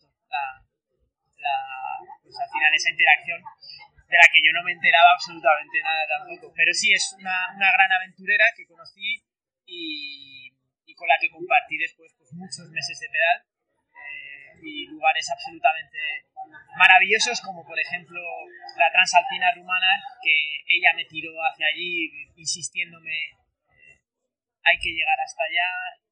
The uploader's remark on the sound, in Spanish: Andaba por Madrid. La calidad del audio no es muy buena y pedimos disculpas por ello, estábamos en un bar y había más gente.